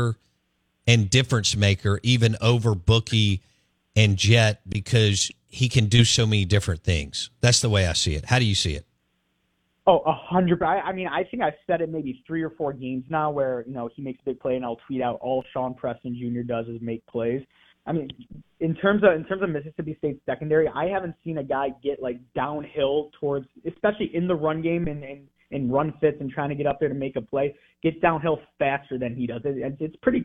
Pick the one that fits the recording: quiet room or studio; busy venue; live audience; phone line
phone line